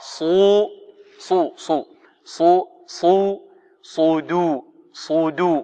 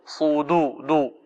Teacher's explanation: في صدور الصاد ماذا مفخمة والدال مرققة · Shown in: first take · صو صو صو صو صو صدو صدو وليست صدو دو هذا